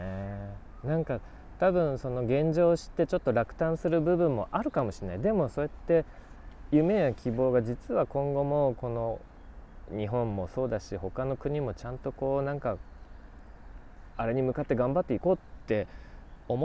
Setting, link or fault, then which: setting, outdoors